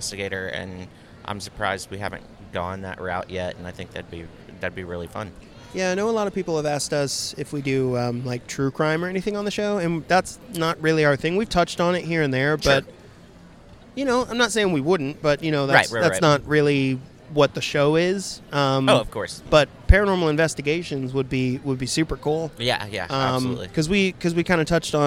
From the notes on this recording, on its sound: Midnight Terrors Live from SC Horror. SC Horror Convention in Columbia, SC. While the guys chilled at their table, they busted out the recording device.